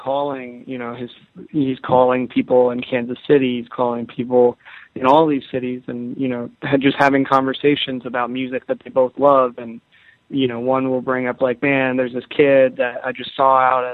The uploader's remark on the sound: The Music Industry Conference Call